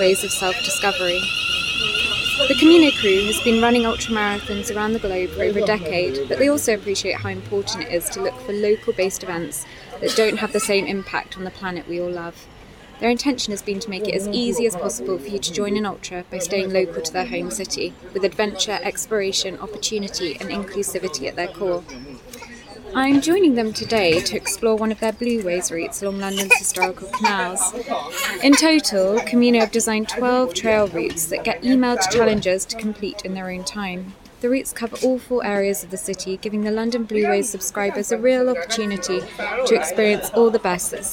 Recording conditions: sounds in the background